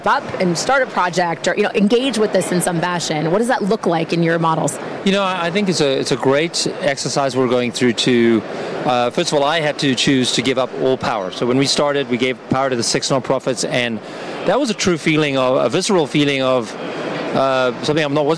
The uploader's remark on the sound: Live from Consensus in Austin, Texas